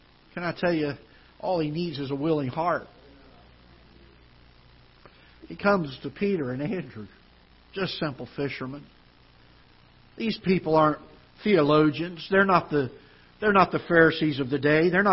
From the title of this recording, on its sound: Ketha Heights Baptist Church ~ Live Broadcast